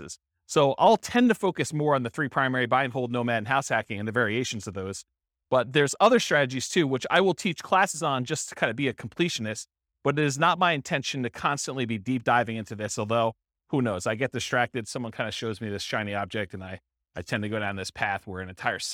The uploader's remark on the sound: This was a live class recorded